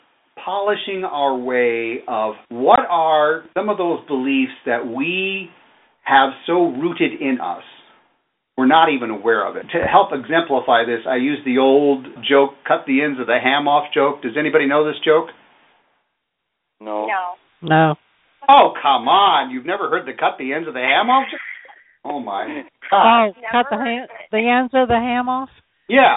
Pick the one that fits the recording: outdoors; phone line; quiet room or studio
phone line